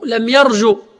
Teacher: إذا كان معتل الآخر بالواو يرجو لم يرجو، لاحظوا الجيم مضمومة، إذا حذفنا الواو بقيت الضمة دلالة عليها